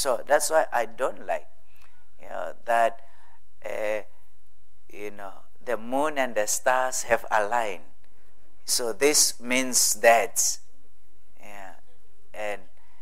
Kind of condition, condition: setting, large echoing room